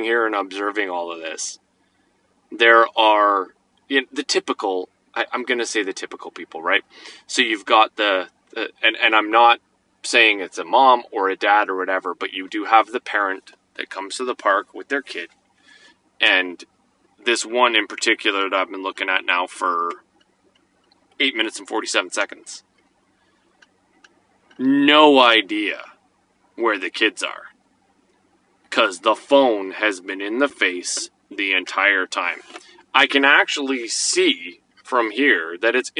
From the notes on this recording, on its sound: Sitting in my car on Tuesday evening while our son and his friend play on the park.